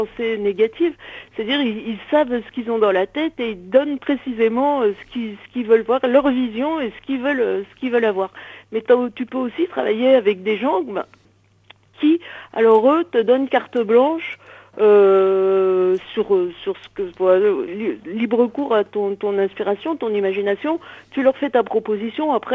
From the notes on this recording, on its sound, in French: reçoit par téléphone 2 coloristes